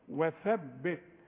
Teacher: اذا ما طلعتش طرف اللسان وقلت وثبت يبقى مش قرآن، هتحولها لي الثاء الى سين